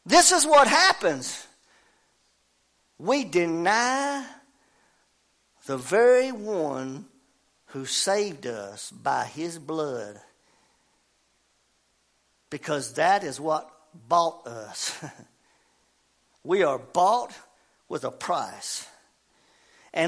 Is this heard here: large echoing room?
yes